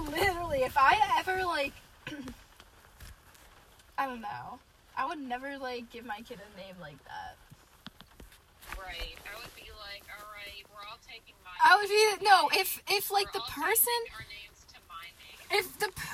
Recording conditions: inside a vehicle